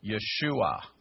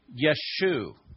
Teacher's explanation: dropping the ain off is the shortened way of saying Yeshua · Shown in: second take